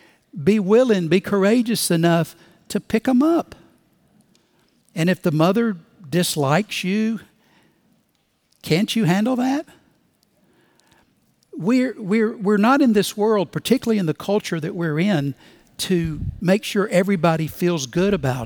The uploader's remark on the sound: Recorded Live at Brookwood Church on 11.19.2023